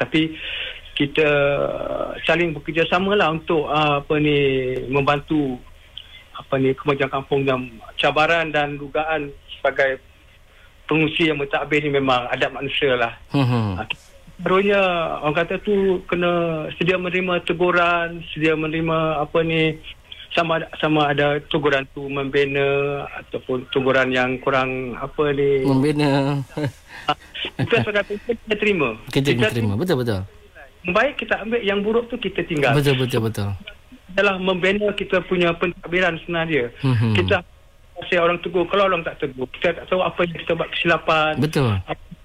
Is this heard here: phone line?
yes